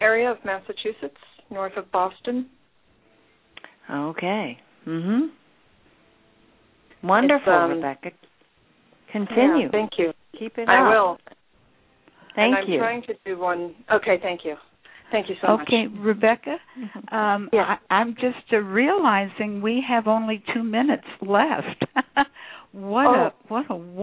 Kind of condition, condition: link, phone line